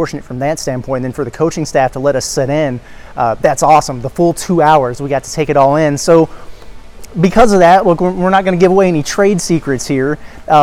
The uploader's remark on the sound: live on site at the Imperial Ballroom from Paradise Island, Bahamas